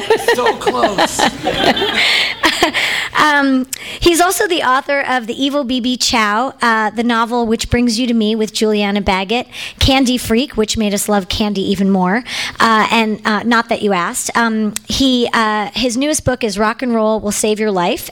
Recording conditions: live audience